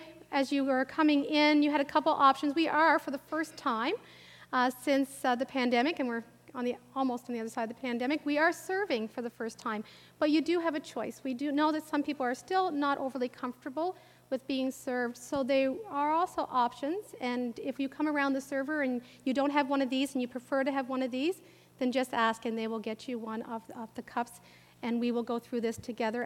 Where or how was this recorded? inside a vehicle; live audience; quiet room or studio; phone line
live audience